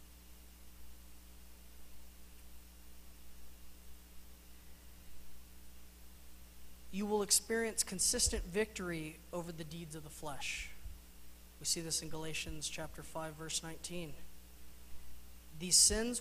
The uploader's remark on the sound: Mt. Zion Church Live!